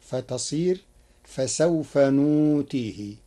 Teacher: قرأ ورش كلمة نؤتيه بإبدال الهمز واوا للتخفيف